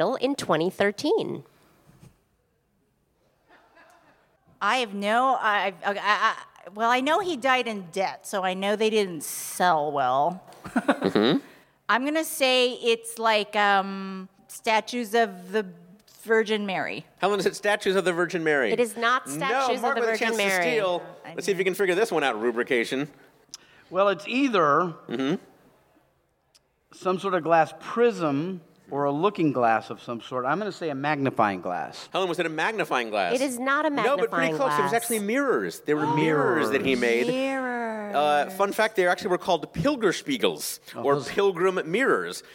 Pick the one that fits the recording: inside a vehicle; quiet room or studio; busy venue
busy venue